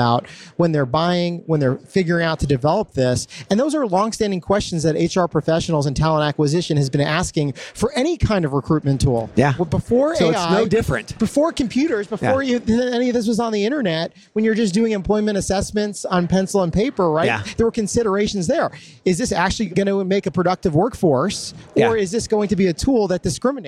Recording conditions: busy venue